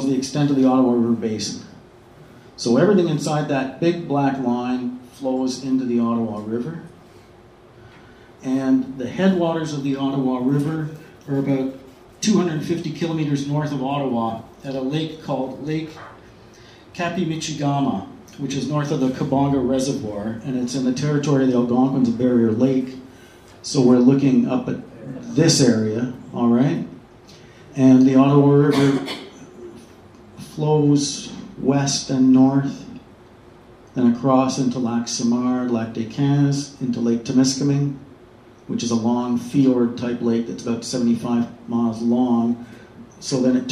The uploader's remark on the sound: Presented December 8th 2015 at Octopus Books in Ottawa, unceded Algonquin territory.